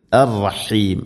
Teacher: ഹ തൊണ്ടയുടെ മധ്യഭാഗമാണ് മഖ്റജ്